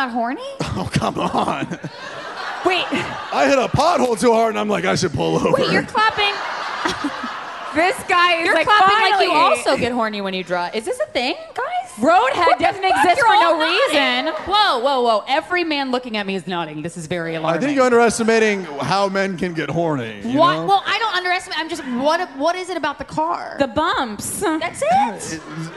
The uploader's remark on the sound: LIVE FROM MOONTOWER COMEDY FESTIVAL! The duo lends advice to members of the audience.